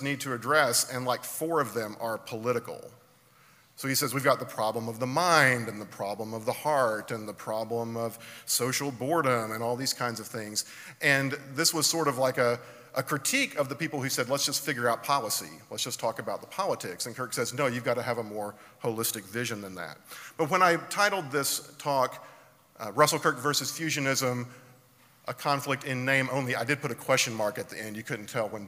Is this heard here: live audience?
yes